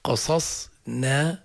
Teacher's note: القاف والصاد والصاد مفخمات، النون والألف مرققات · Term: ترقيق النون